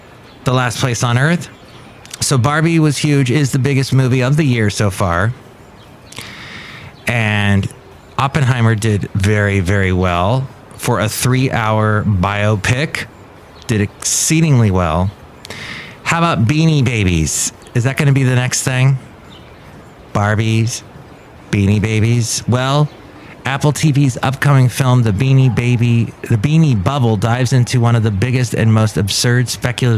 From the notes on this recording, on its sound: podcasts live from Café Anyway